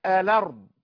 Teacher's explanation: حول كلمة الأرض التي كانت فيها همزة مفتوحة إلى الأرض، أخذ فتحة الهمزة ونقلها على اللام، أصبحت الأرض. · Term: النقل